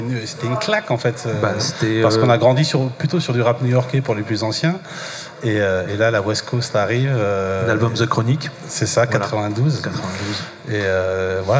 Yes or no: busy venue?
yes